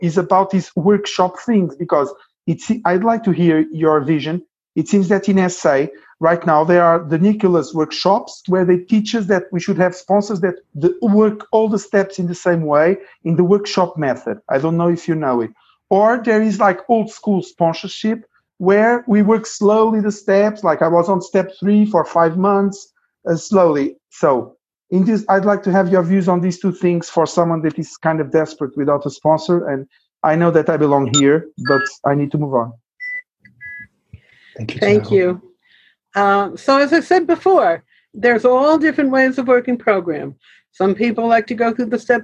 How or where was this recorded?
video call